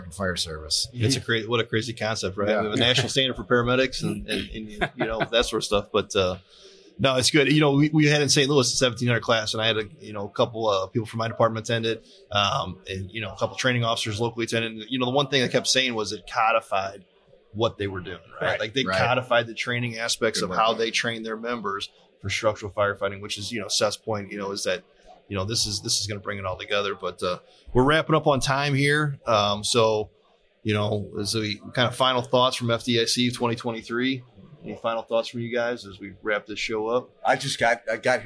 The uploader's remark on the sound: Live at FDIC